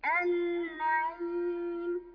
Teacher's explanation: النعيم، النون مشددة، لازم الغنة